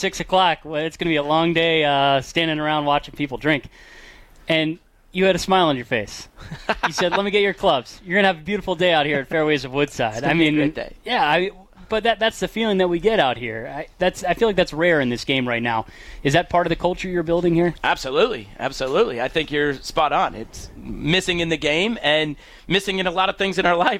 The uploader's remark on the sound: Live from Fairways of Woodside